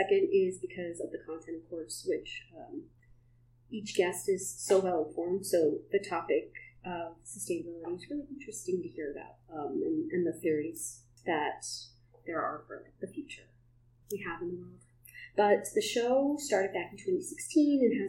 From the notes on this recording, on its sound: Please excuse the poor audio quality. We accidentally recorded the show using the laptop microphone.